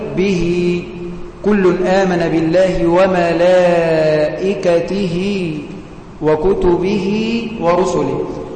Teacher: هاء الضمير التي وصلت بياء لفظية، فأنت عندما تنطق بهذه الهاء تصلها فتقول به كل آمن بالله وملائكته وكتبه ورسله. · Term: مد الصلة